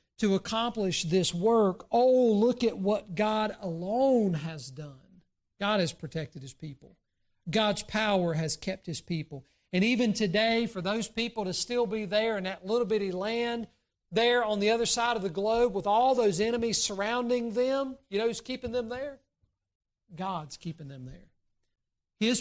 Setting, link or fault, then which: setting, large echoing room